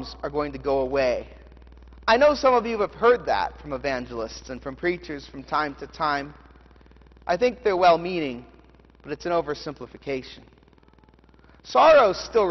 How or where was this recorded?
large echoing room